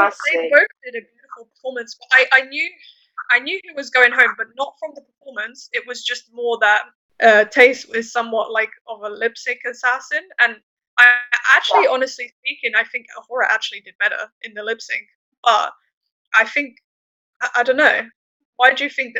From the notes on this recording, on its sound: First and foremost we would like to apologise for the audio of this week's episode, it is absolutely awful.